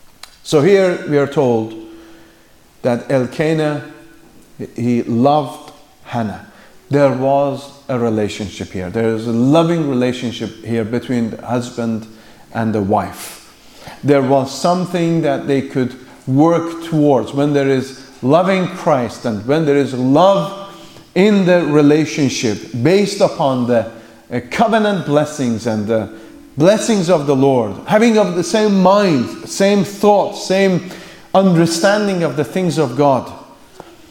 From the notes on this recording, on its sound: The afternoon session from the Free Southern Presbytery's 2nd Family Conference.